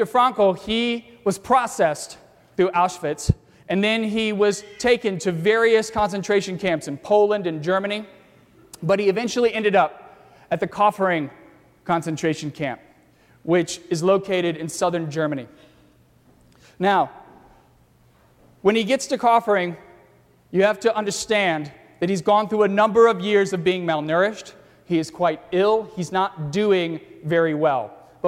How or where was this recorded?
large echoing room